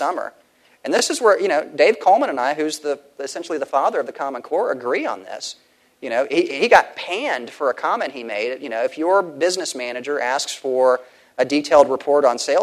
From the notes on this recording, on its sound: At The Texas Tribune Festival.